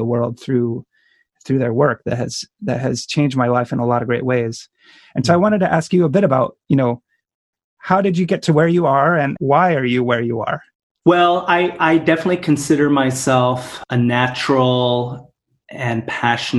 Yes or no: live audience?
no